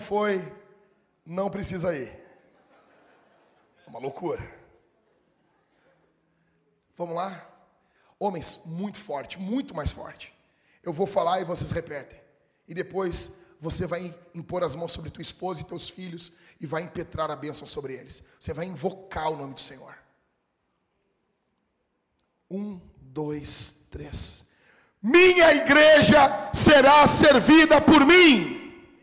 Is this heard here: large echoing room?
yes